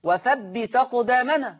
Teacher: شيلوا الهمزة وحطوا الفتحة على التاء · Term: النقل